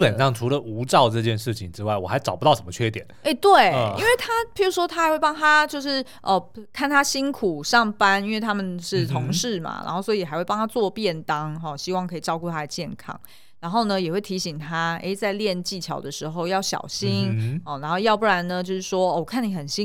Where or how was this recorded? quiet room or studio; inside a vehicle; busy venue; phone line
quiet room or studio